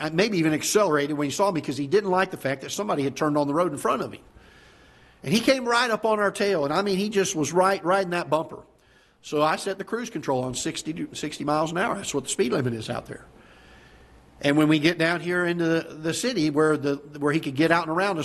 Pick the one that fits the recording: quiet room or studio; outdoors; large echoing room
large echoing room